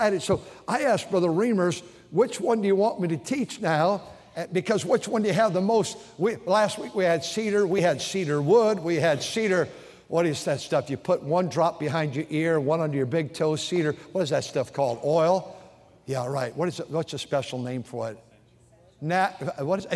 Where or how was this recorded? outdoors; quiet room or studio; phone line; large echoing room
large echoing room